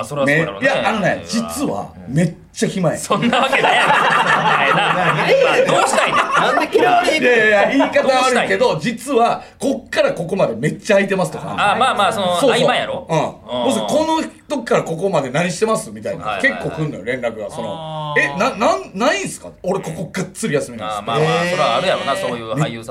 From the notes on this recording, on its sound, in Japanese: 単独ライブ『すご六』楽屋よりお届け。単独ライブ『すご六』東京公演が行われていた浅草公会堂の楽屋で収録しました。